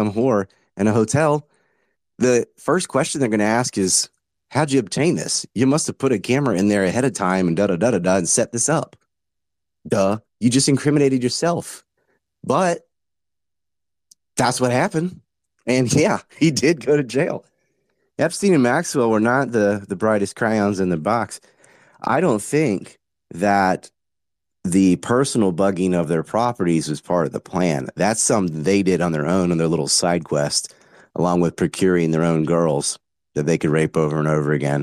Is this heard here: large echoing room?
no